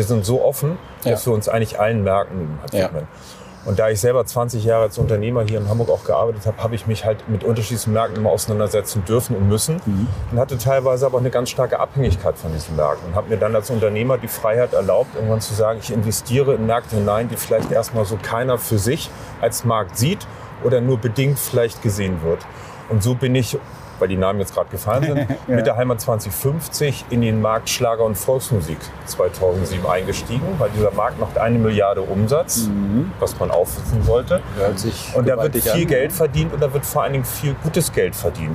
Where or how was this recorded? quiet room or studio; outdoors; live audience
outdoors